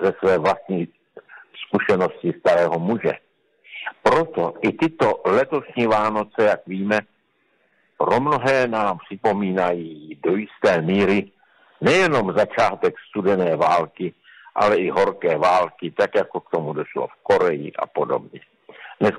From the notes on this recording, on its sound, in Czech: Nahráno telefonicky